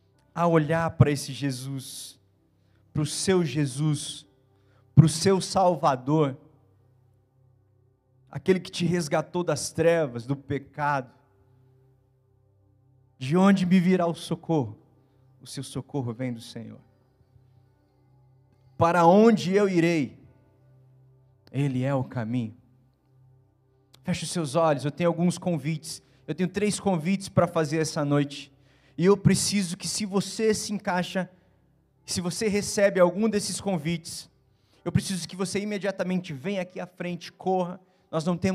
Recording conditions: large echoing room